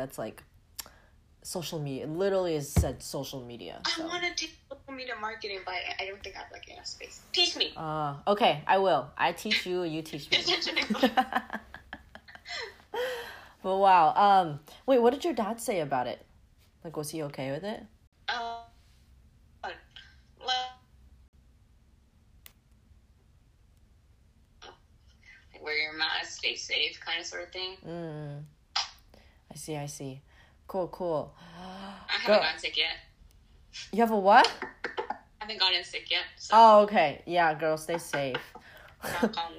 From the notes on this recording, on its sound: apologies for the background noises/technically difficulties